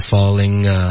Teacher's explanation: falling,的音嘴巴张开大一点，刚加了一个儿化音了